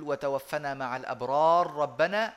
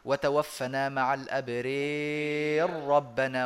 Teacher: يميل الألف آه، الواقعة قبل راء متطرفة مكسورة · Shown in: second take · Term: الإمالة